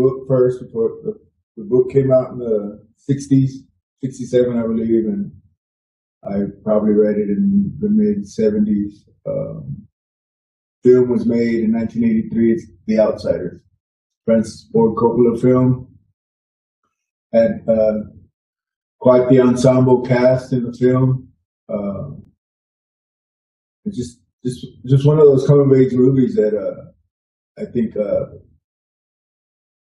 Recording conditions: poor sound quality